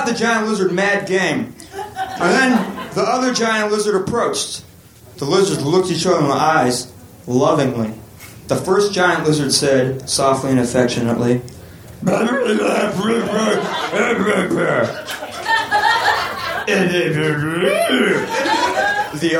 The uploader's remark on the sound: Recorded June 26, 2014 at Union Hall in Brooklyn.